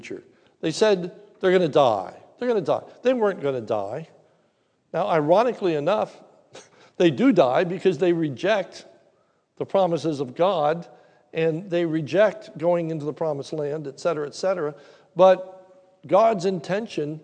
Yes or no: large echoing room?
yes